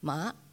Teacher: Ma, dipping rising, horse